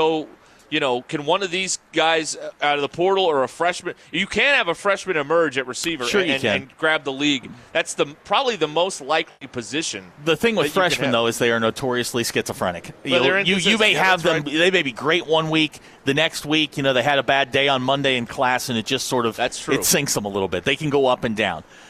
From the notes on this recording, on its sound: The guys are live at Gellco Outdoors in Fort Smith